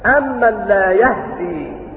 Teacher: شفا يقرؤون بسكون الهاء وتخفيف الدال